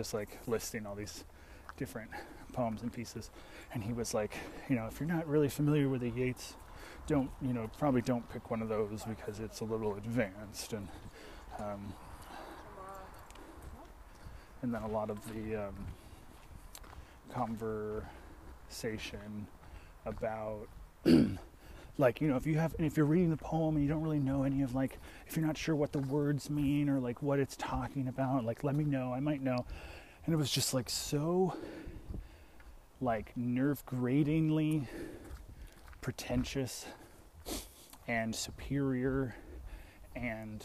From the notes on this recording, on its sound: Walking back from the theatre, as I do.